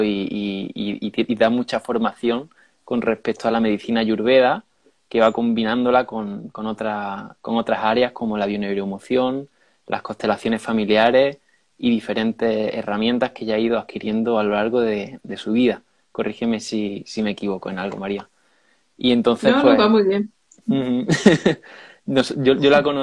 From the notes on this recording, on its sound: Instagram live